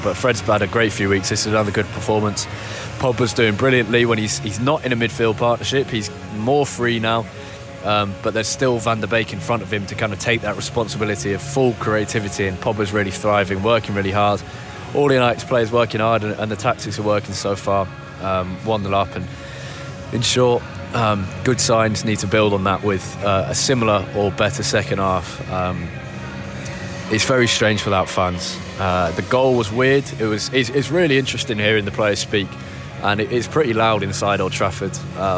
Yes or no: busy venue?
yes